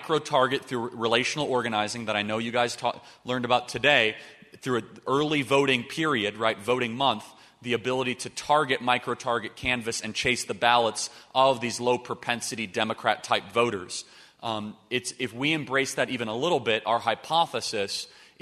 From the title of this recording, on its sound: LIVE at the Restoring National Confidence Summit